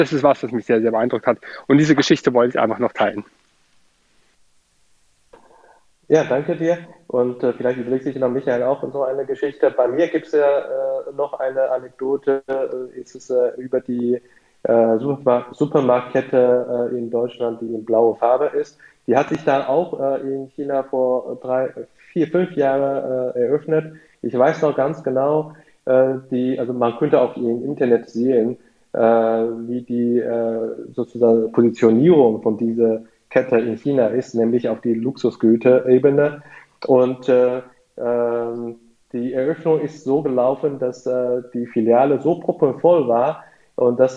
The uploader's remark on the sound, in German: Clubhouse Sendung - Liveaufnahme. In dieser spontanter Aufnahme wurde die Live-Diskussion in der Clubhouse Sendung "ChinaClub" am 30.